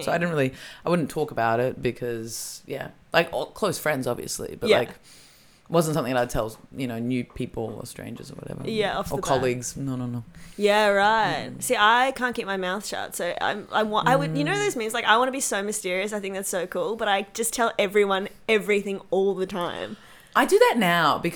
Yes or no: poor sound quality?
no